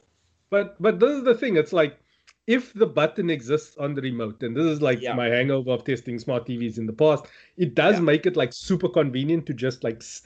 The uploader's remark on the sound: The sound quality is incredible thanks to the FiFine microphones we have on test. Recorded via Skype.